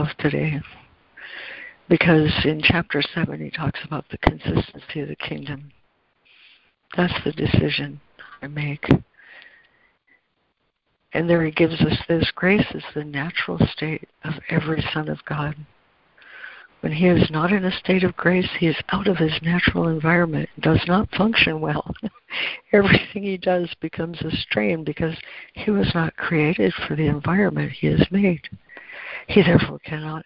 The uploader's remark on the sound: ACIM Daily Conference Call